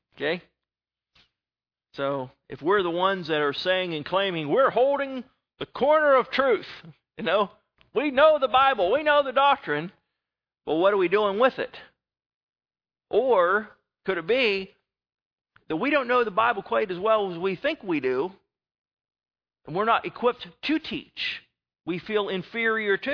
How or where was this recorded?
large echoing room